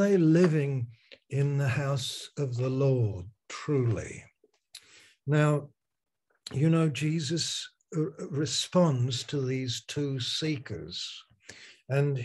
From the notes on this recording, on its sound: Malaysia Meets (Zoom).